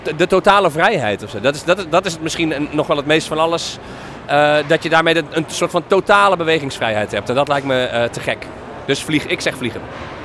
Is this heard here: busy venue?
yes